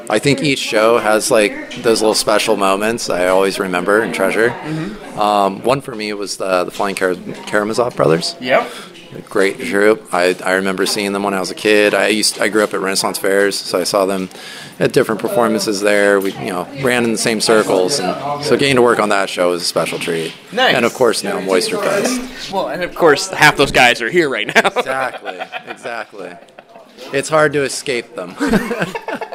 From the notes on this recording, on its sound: The Moisture Festival Podcast – Live at the 2023 Festival!